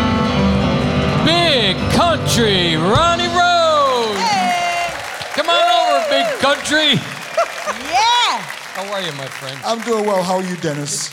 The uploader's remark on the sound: Live at the SouthPoint Casino